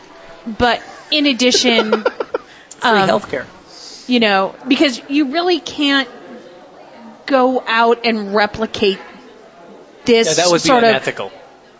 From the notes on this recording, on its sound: LIVE at Big Bobs Burgers. Questions comments concerns from audience.